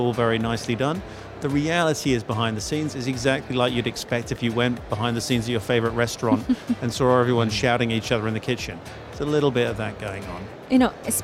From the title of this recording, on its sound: Live from Global Media Congress